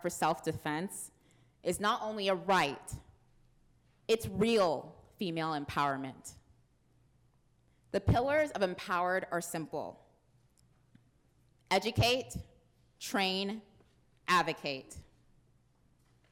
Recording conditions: live audience